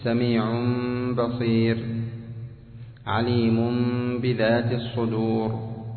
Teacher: أي قلب النون الساكنة والتنوين ميما قبل الباء مع مراعاة الغنة والإخفاء · Term: الإقلاب